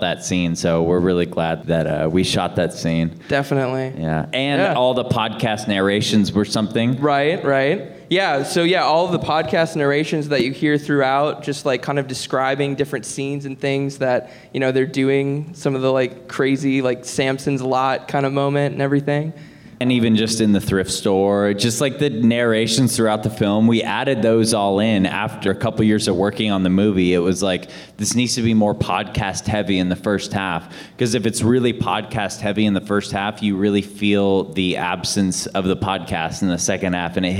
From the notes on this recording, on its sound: The Q&A Panel from the Space Waves World Premiere.